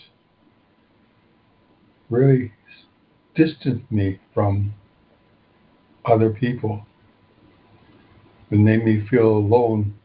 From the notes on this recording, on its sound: ACIM Daily Conference Call